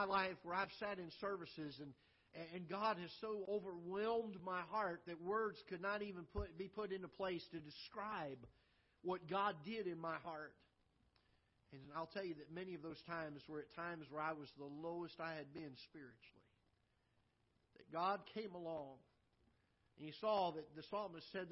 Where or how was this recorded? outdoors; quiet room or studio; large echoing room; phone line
large echoing room